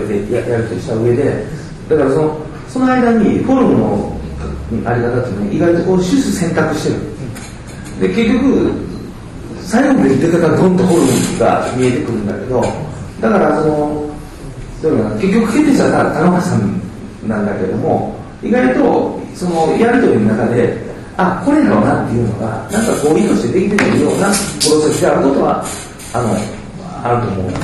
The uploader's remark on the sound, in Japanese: 京都大学高松研究室展覧会「the horizon」にあわせて、京都にてはじめて建築系ラジオ公開収録が開かれた。京都のASPHODELにて。